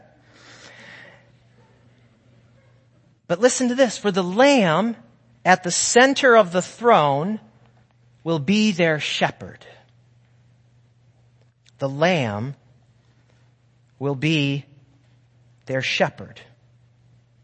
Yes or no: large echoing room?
yes